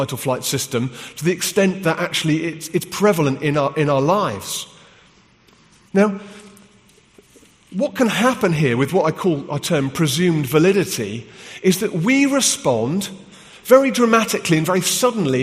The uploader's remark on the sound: From the HTB Free To Be Conference in London.